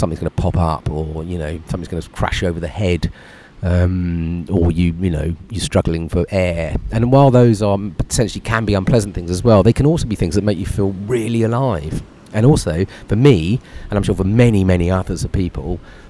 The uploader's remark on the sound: Live from a beach in Nicaragua